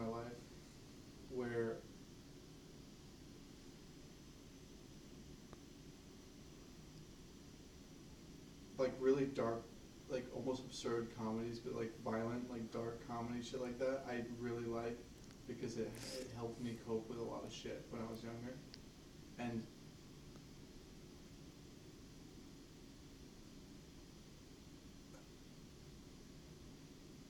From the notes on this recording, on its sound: There was a mic malfunction in the recording.